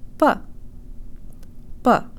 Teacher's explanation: Make sure the first syllable is shorter and de-emphasized, and tell your brain that here the O sounds like a schwa sound with an ah flavor.